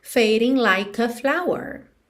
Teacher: Então, every time you leave the room, I feel, que também é um som feel gordinho, I'm fading like a flower, like a, porque o E de like não é pronunciado, você já junta o K no A